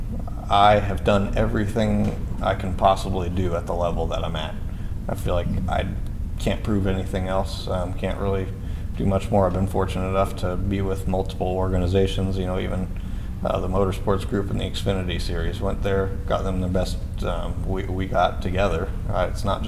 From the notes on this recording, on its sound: This was recorded at Indianapolis Motor Speedway's media center in a side area with only three other media members, and is the only audio copy of the interview known.